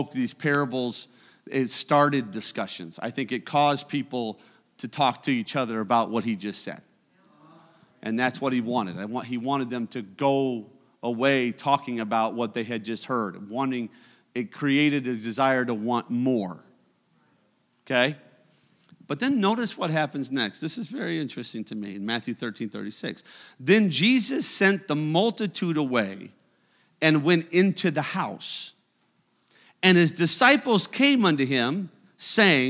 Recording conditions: large echoing room